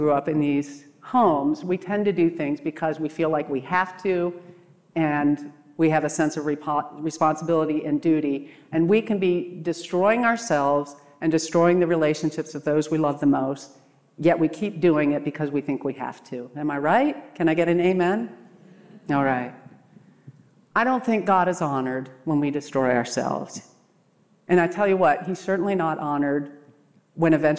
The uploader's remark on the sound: What you’re about to hear is a very personal talk I gave at the 2023 RESTORE conference.